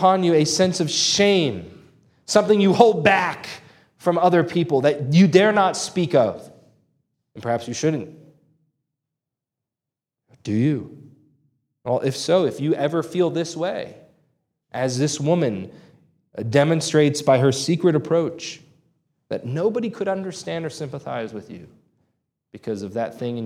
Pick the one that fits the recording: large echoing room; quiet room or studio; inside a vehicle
large echoing room